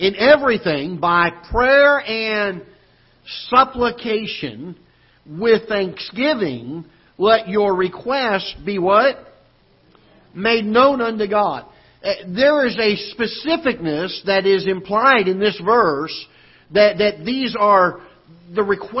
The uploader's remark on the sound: Ketha Heights Baptist Church ~ Live Broadcast